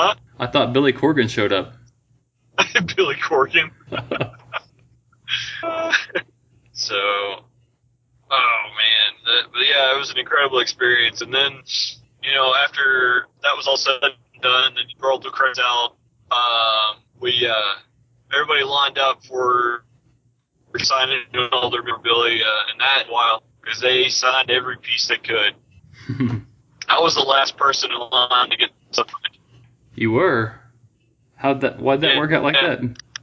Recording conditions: poor sound quality